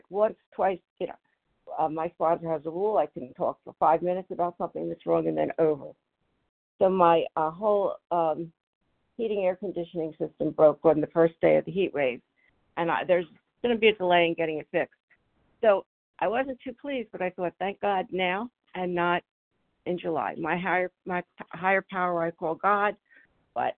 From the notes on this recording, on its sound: 100 Pounders Phone Meeting.